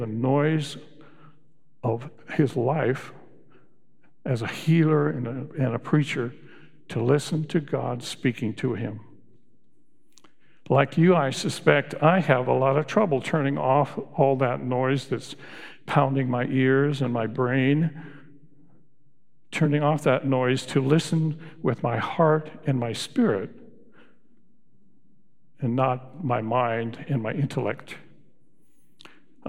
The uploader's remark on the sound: Recorded live at Beatitudes Church in Phoenix, AZ